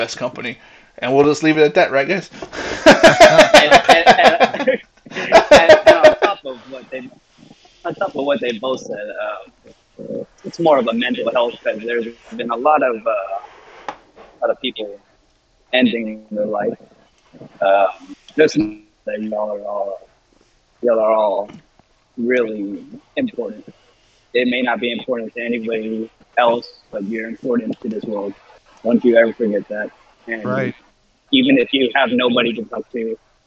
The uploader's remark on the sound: sorry for audio issues